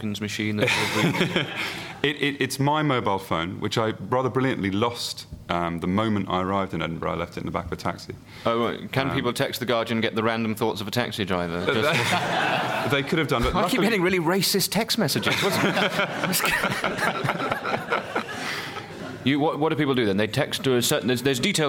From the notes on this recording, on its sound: Edinburgh festival podcast: The Guardian Live at the Gilded Balloon. Joined on stage at the Gilded Balloon in Edinburgh.